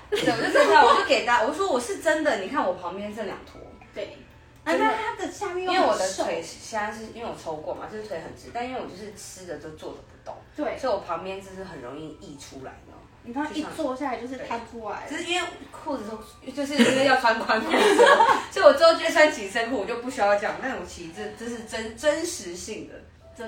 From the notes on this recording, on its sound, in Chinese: 本集為IG直播側錄收音，錄音品質會受到些微影響。